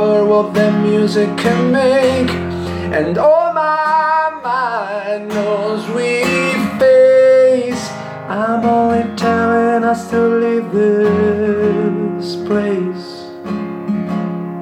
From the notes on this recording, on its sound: Here's a bunch of songs I've recorded during these last years through my smartphone, just for fun. Home recording only, no mix, no further post-production, just lo-fi acoustic recordings.